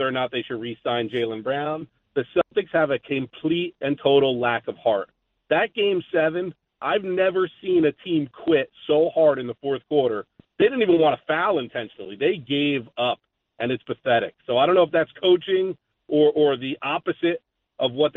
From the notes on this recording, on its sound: We open the phones for more calls